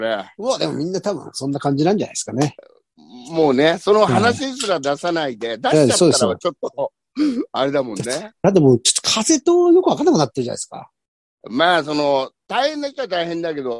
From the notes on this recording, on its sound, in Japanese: ZOOMで収録